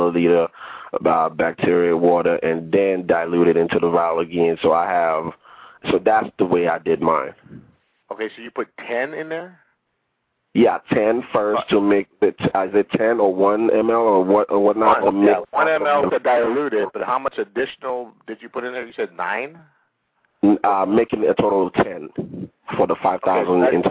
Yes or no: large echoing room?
no